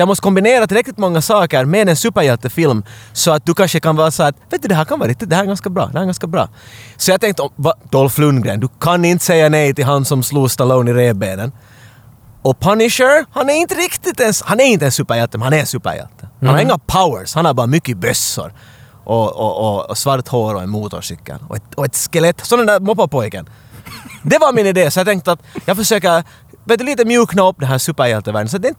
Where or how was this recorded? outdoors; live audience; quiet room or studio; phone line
outdoors